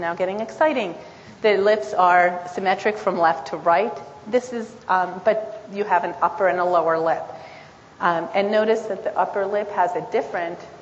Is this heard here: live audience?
yes